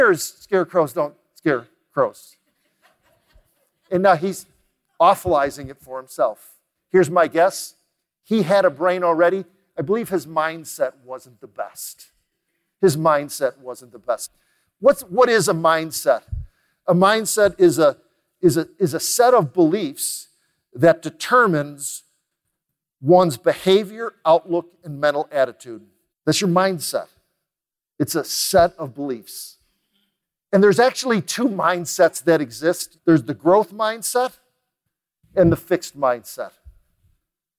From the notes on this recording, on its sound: recorded live at The Peak Experience